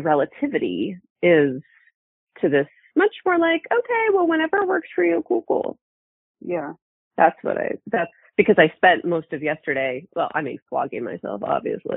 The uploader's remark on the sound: In our Coaching Uncut Series, we take you behind the scenes and show you the coaching I do with my clients. All of these coaching calls have been recorded with permission, and the sound quality may vary.